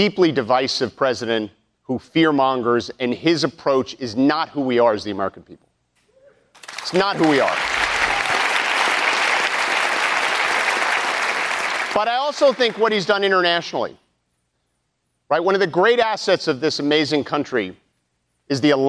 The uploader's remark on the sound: during a live town hall